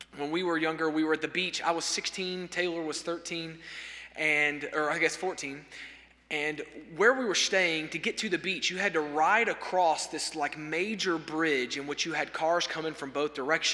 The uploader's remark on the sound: At First Baptist Church Hendersonville, NC during the Wednesday night Bible study hour.